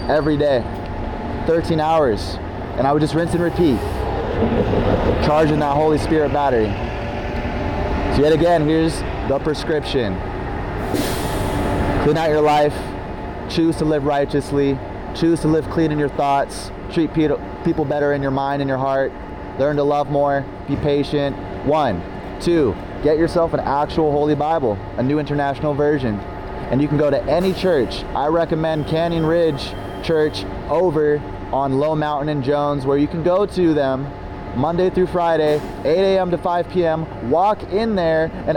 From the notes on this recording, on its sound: At Downtown Las Vegas Bonneville RTC transit center! A live Sermon to the Gentiles and lost sheep of Israel at Downtown Las Vegas Bonneville RTC transit center!